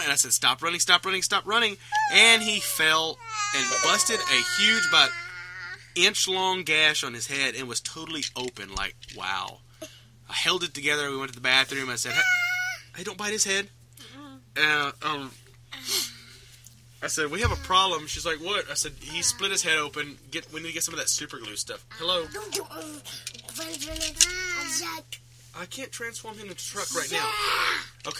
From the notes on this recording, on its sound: Please forgive us for the hectic environment we recorded in. Both boys were with us.